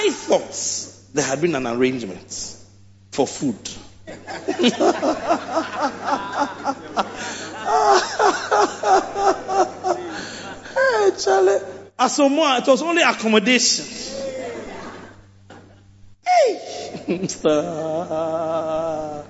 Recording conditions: large echoing room